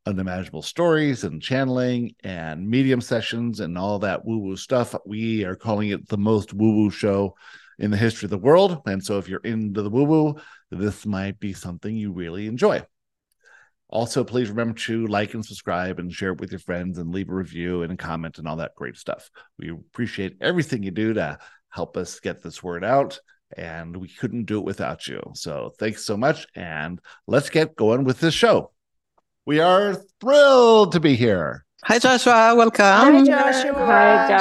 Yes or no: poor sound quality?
no